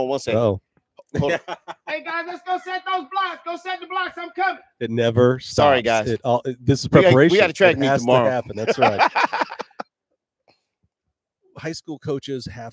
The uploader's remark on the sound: LIVE from the Prefontaine Classic 2023 (Diamond League Finals). We went LIVE at Hayward Field for the Pre Classic 2023, thanks to our friends at TrackTownUSA.